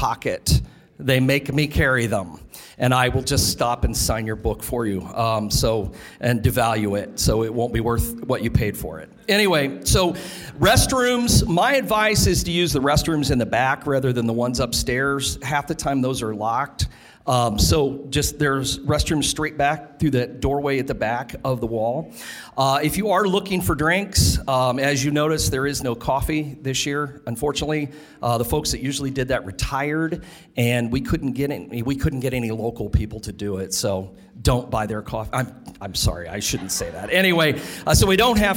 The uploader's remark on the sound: Live From Dead of Winter 2024